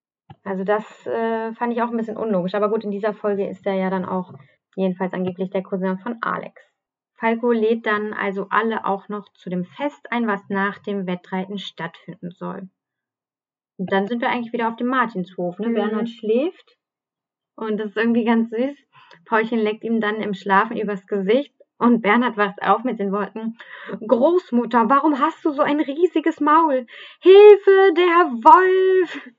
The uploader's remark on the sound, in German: Bessere Aufnahmequalität gibt es ab Folge #03.